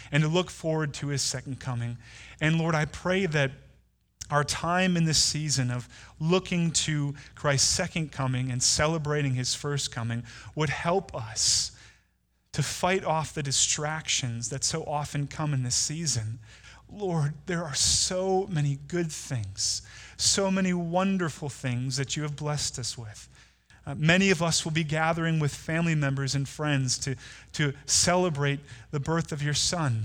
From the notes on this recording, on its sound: At Woodridge Community Church (New Berlin, WI).